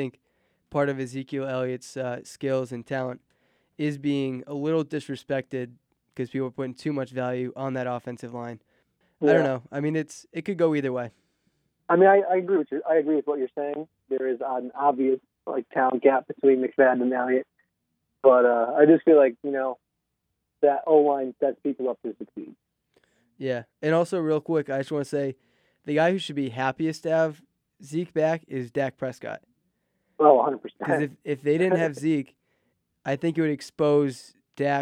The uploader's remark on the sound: returns via the phone lines